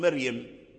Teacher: يجوز أن ترقق الراء من مريم فتقول مريم · Term: ترقيق الراء